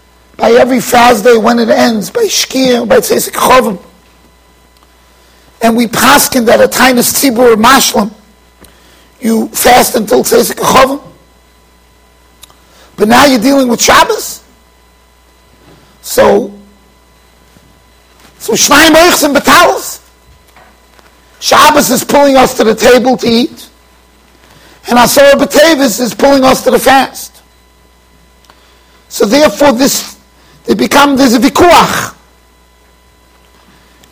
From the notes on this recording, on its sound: Shiur recorded in Yeshivas Ohr Reuven, Monsey NY.